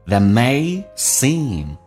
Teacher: that 的 t 去掉，这叫略音，但是气流要阻塞一下